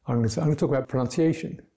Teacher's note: the A-T-I-O-N more or less disappears into a slur